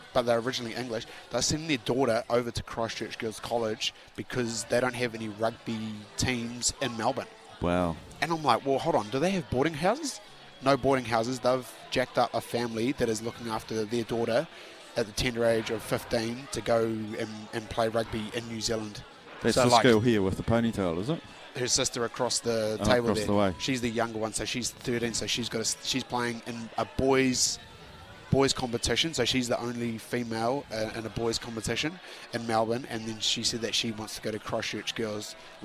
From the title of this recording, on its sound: LIVE from Andy's Burgers & Bar